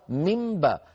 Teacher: النون حرف لساني هو قلبها إلى حرف شفوي، لأن الباء بعدها حرف شفوي، فصار من باء، فيطبق على ميم ويجافي الشفتين عن باء، من باء، شبيها بالإدغام وليس بإدغام، شبيها بالإدغام وليس بإدغام.